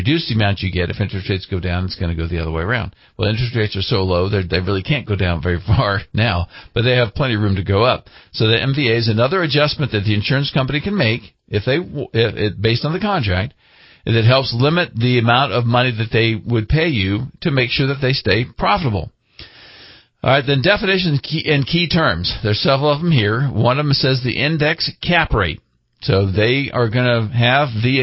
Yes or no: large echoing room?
no